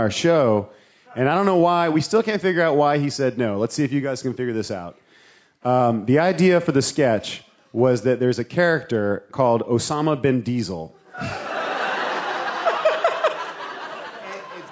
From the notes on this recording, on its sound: We talked with them live on stage at Bumbershoot.